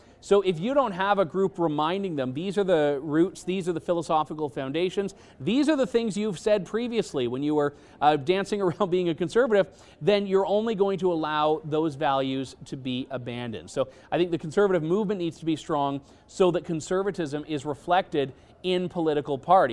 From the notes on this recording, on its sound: coming to you from the Canada Strong and Free Conference in Ottawa!